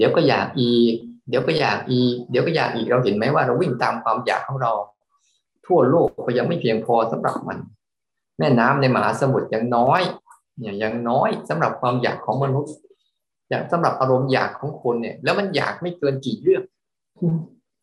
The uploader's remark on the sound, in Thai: เป็น 1 ใน 3 คอร์สออนไลน์ (ผ่านโปรแกรม Zoom)